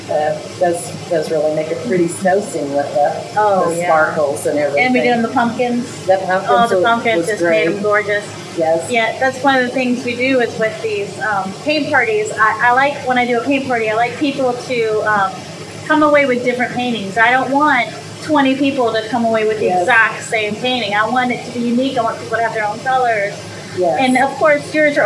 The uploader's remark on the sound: Beck's Grist Mill National Historic Site in Salem, Indiana. Please forgive the sound of the beautiful waterfall in the background!